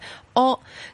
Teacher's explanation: 佢前面冇嘢㗎，啲声音呢就咁喺个喉咙嗰度走出嚟嘅 O · Term: 零声母